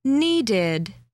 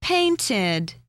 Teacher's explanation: ED as an ending is pronounced id.